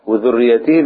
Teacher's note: وذريتهم الذال بطرف اللسان